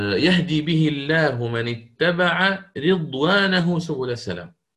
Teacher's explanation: ثم قلت بالنسبة للفظ رضوان فقط الموضع الثاني من سورة المائدة، الموضع الثاني من سورة المائدة في قوله تعالى يهدي به الله من اتبع رضوانه سبل السلام، فهذه يقرأ فيها الإمام شعبة هنا بكسر الراء كالجمهور